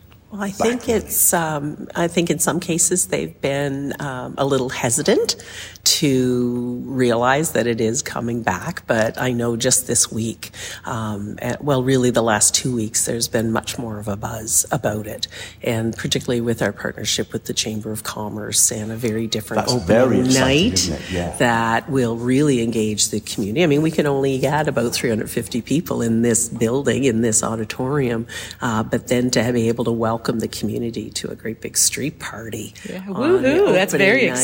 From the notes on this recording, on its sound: tour of the Astor Theatre and the Curling Club (The Theatre Festival Hub)